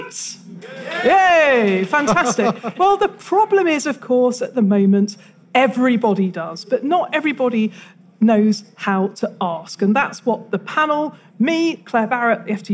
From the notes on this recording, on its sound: At the recent FT Weekend Festival in London